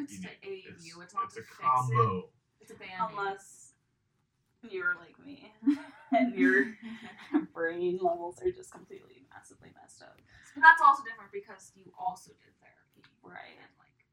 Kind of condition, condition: fault, poor sound quality